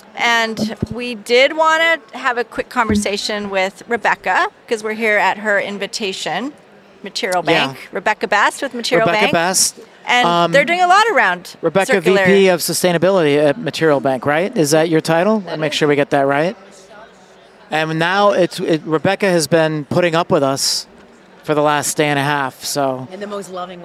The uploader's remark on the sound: LIVE from Greenbuild 2022